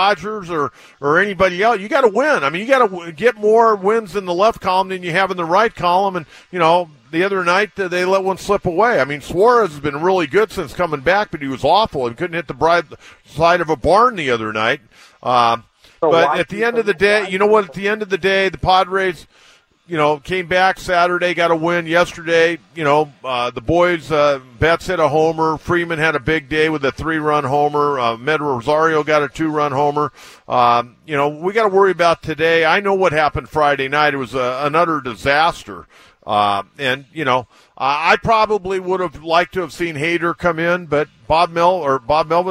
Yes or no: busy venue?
yes